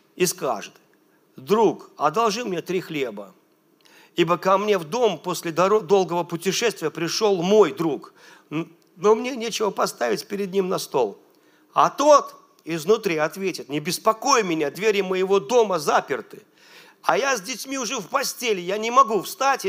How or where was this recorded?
large echoing room